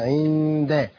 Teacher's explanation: نون ساكنة مخفاة عند الدال المفتوحة بغنة حركتين